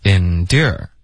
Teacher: 它的明显的重音是第二个，OK，第一个音节呢就没有任何重音